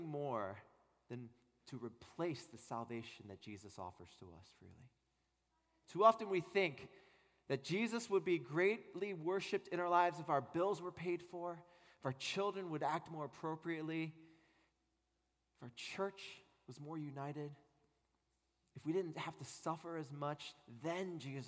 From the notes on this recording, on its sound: At Redeemer Presbyterian Church in Charleston, SC